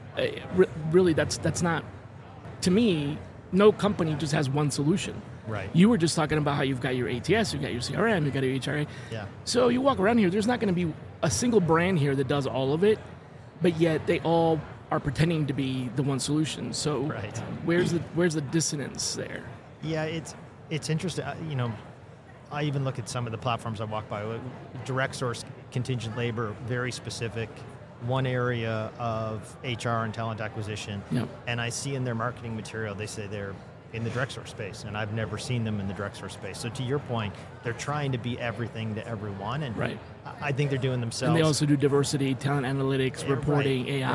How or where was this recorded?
busy venue